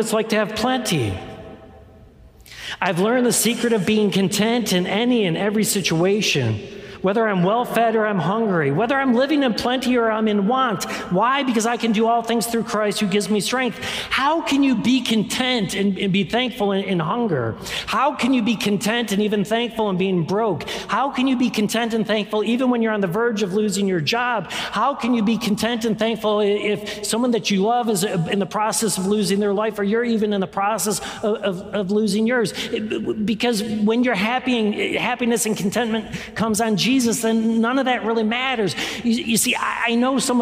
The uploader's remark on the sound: This is the core message from our live service on 2022-07-17.